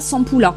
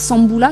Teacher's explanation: Dans la langue qui est ici le kalinya, pe et be, ils existent, mais de manière complètement indifférenciée. C'est-à-dire que je peux dire sambula, sampula.